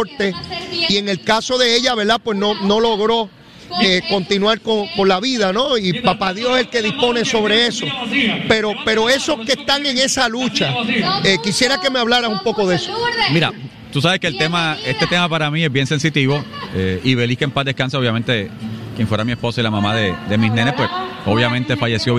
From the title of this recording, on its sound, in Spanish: en directo desde el Coca Cola Music Hall